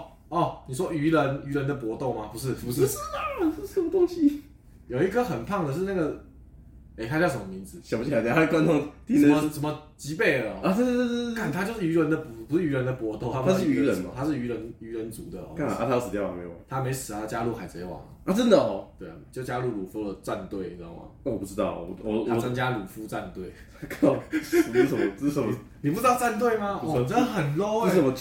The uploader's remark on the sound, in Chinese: 這集的錄音設備還沒有跟上所以雜音較多。